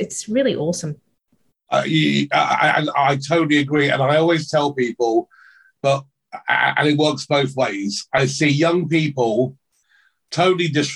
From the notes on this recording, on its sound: Our zoom interview.